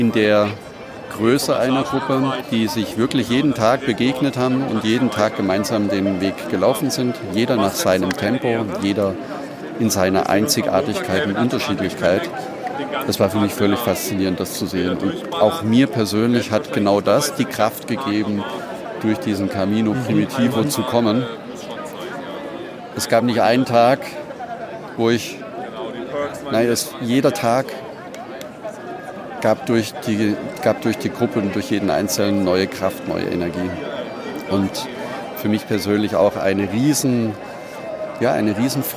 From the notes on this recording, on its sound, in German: Die Ankunft in Santiago de Compostela. In diesen, Live auf dem Platz der Kathedrale aufgenommenen Gesprächen, kommen die Gedanken und Gefühle heraus, so wie es sehr vielen anderen Pilgern auch ergeht.